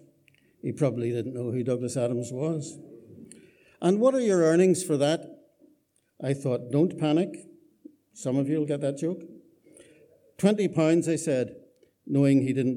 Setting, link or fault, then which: setting, live audience